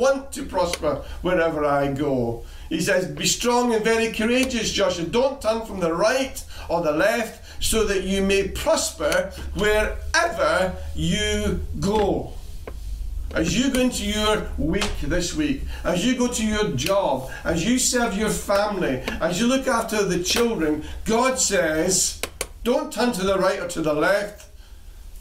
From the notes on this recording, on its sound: Recorded at freedomcentre church, Preston